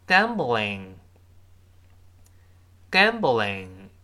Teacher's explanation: 这个 L 不要勾舌头，这个不好掌握，因为汉语拼音中有林、零，零都是勾舌头的 · 注意舌尖往前指跟上牙、上牙膛蘸一下发，呃，了，领，领。注意不勾舌，哎，不好读啊，我们再读一下这个分词。Gambling。Gambling。注意，在这是个非谓语动词，就是，呃，可以看作元音状语了。它因为赌博呀，把钱都给输了。非谓动词，哎，我们你看，随着课程深入，越来越复杂了。非谓动词就是现在分词，过去分词，还有动词不定式，它在句中做什么成分呢？非谓语就是不能做谓语，主谓宾定状补就是不能做谓语，在这儿做状语了。我们再读一下这句话。He lost it all gambling. He lost it all gambling.好，它就是花